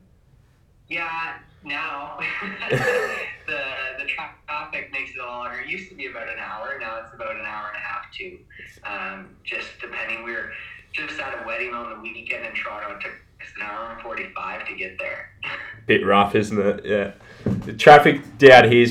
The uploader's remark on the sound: recording was hard to do